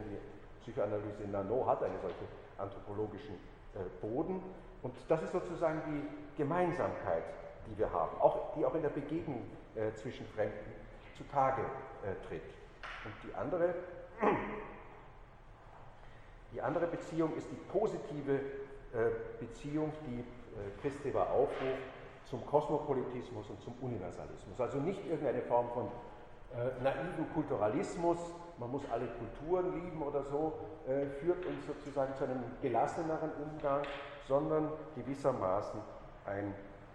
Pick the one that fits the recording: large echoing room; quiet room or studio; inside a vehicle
large echoing room